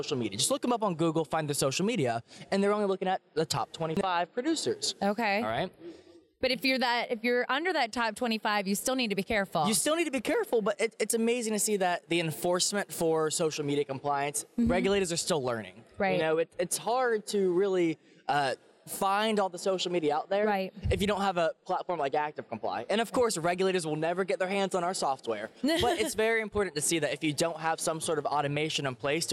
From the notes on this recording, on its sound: our conversation with industry thought leaders and experts at the Mortgage Bankers Association’s Annual Conference (MBA Annual 22) in Nashville, TN